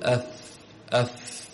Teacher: الشفتان أولى المخارج بطن الشفة السفلى مع أطراف الثنايا العليا ويخرج منه الفاء. تضع همزة قطع فتقول أف أف.